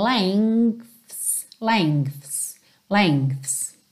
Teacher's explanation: Se você reparar na música, não dá para ouvir, mas se você reparar na fala dessa palavra propriamente dita, você tem um G bem levinho